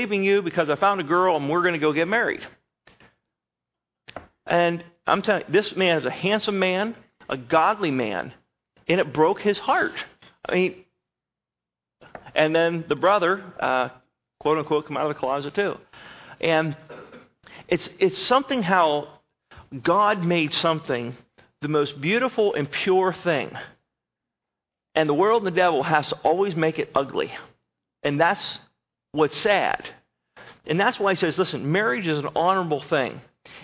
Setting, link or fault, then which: setting, large echoing room